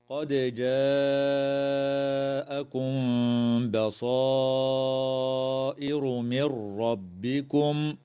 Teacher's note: تقلقل الدال من كلمة قد في الوصل والوقف